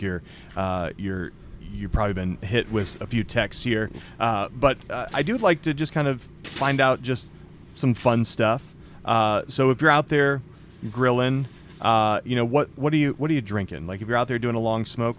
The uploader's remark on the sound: We took the podcast on the road this week - we are LIVE from the Second Annual Primo BBQ Bash in Poplar Bluff Missouri.